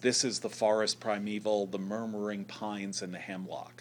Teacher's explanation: We in English would say stressed, unstressed, unstressed. · Term: dactylic